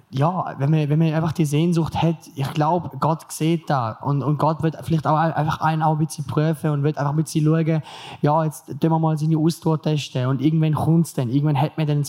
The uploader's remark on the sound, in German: LIVE vom PraiseCamp. Wir sind wieder da und melden uns direkt mit einer Spezialfolge zurück, die wir über Neujahr am PraiseCamp aufgenommen haben. Warst du vor Ort bereits dabei und möchtest nun hören, ob man dich an deinem Klatschen erkennen kannst?